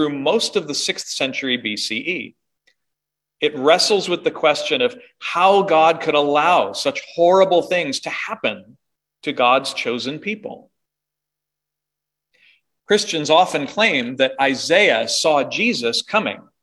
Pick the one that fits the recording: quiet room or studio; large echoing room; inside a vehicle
large echoing room